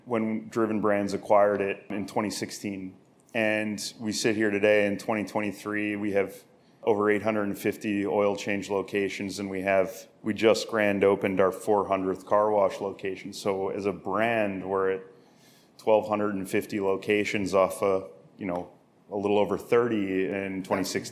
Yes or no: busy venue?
yes